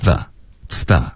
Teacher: 气流是一致的，嗓子是一直不停的震动的 · Term: 融合音